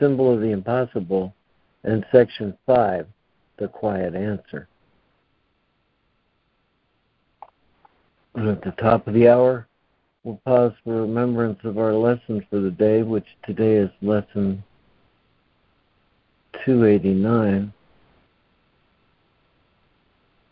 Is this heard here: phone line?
yes